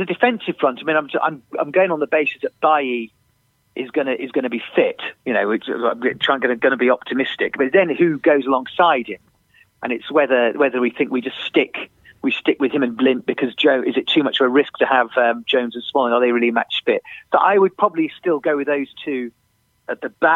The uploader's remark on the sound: on the phone